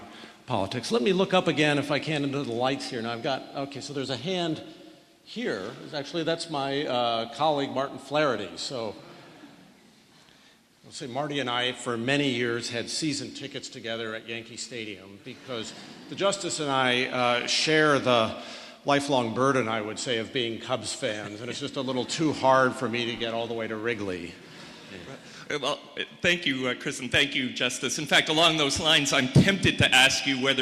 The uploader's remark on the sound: A well-attended public discussion at Princeton University. Was held in a packed Richardson Auditorium in Alexander Hall.